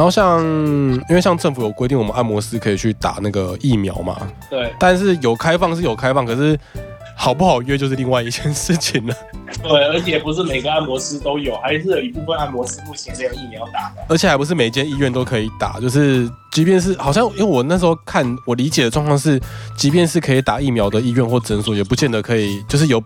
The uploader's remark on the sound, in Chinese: 本次採用電話錄音，音質還請多多擔待